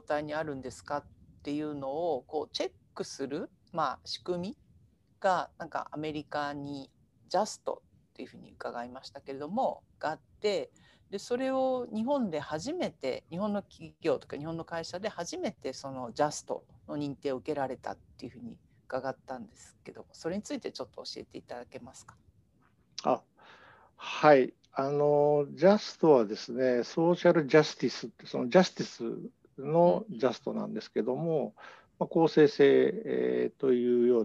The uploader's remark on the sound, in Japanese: 収録場所： オンライン (Zoom)